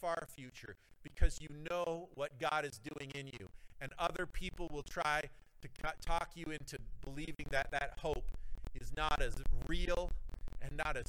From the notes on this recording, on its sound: the audio is not spectacular this week